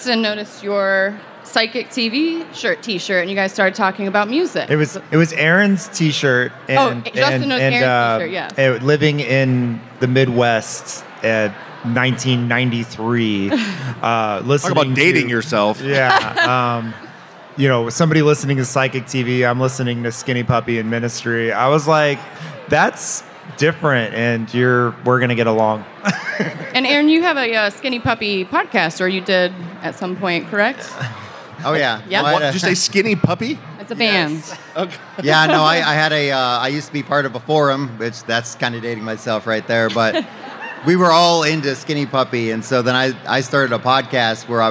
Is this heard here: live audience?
yes